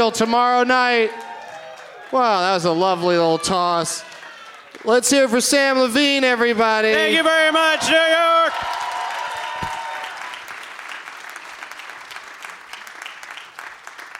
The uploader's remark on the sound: Live from the Gramercy Theatre in New York City